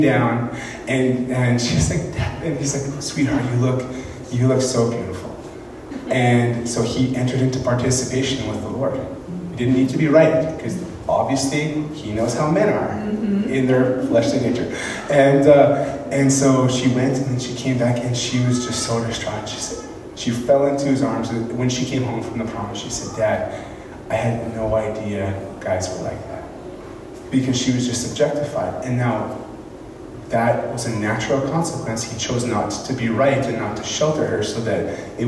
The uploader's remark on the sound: speaking in Moose Lake Pentecostal Camp